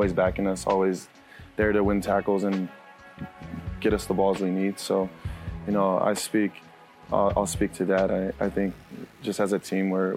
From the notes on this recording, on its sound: Recorded this week's show at Tuesday's STM event at J.